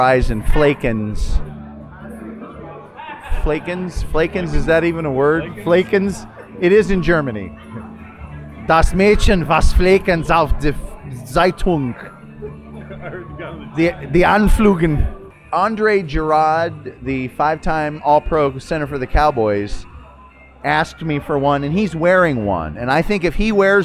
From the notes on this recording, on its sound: PLUS, you'll get to hear live performances. Hear the authentic sounds of a 100% true blue, red-blooded Texas honky-tonk party palace. From The Whiskey Girl Saloon in The Fort Worth Stockyards.